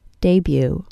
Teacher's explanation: The vowel sound in the first syllable is a long A, and the vowel in the second syllable is a long U. The T at the end is silent.